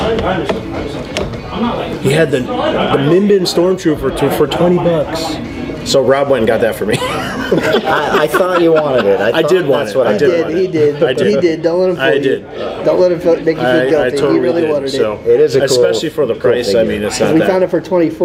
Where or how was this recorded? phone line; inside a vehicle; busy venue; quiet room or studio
busy venue